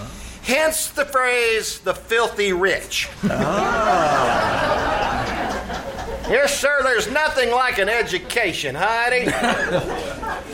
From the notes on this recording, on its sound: performed live June 21-23 at the KCAL Radio Theater in downtown Nicholasville, Kentucky